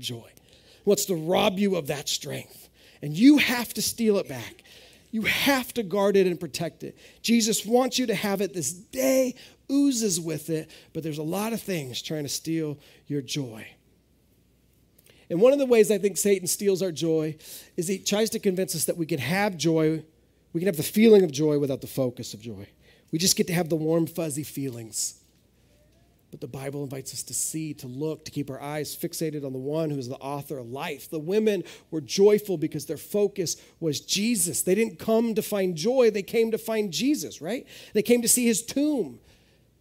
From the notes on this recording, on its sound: This is audio ripped from the Live Service video.